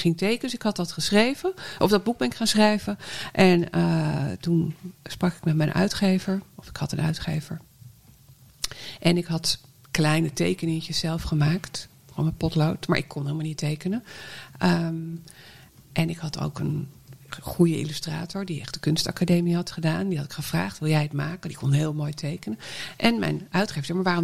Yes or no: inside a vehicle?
no